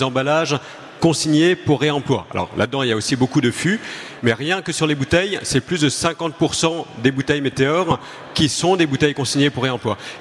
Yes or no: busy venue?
yes